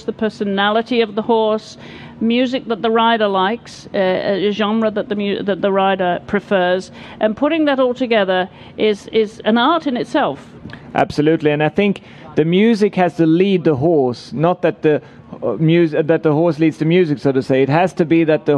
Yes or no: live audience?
yes